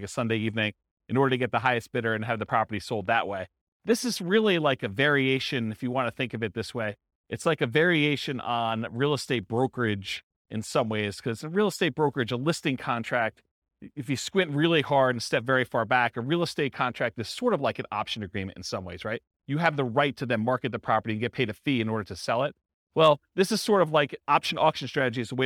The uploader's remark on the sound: This was a live class recorded